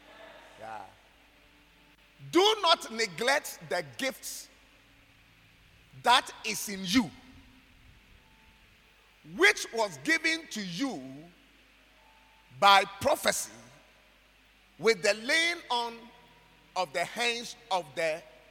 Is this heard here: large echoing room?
yes